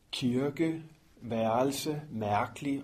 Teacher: det her R på hovedet, som det ligner, det er også en halvvokal, som ligger og sådan har lidt O-agtig klang, når det optræder inde i en hel masse ord.